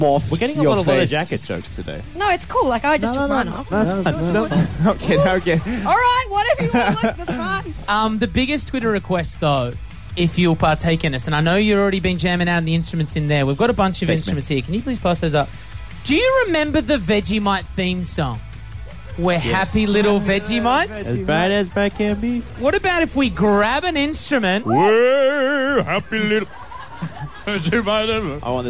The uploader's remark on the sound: live from the World Famous Rooftop